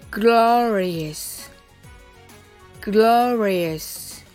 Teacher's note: Glorious のリの音は巻き舌です。巻いた舌先は上顎にはつけません。